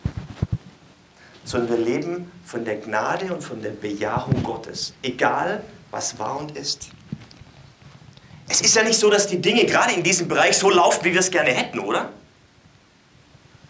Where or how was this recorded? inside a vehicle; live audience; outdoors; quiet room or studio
live audience